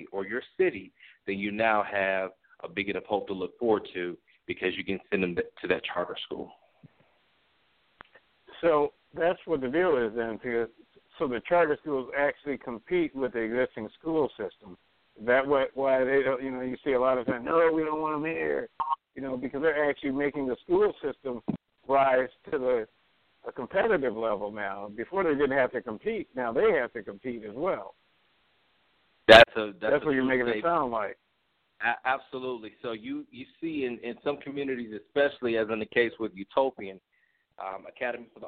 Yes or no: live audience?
no